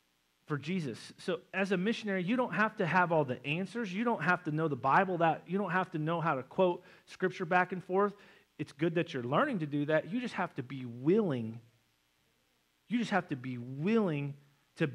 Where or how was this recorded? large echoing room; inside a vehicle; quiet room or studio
large echoing room